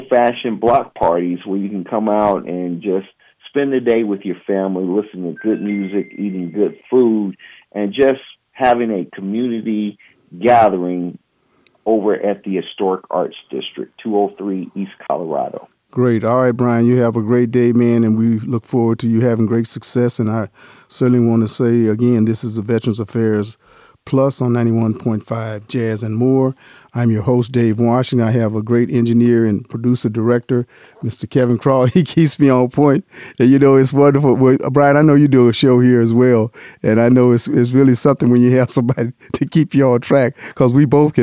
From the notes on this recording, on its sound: In the studio. Via phone.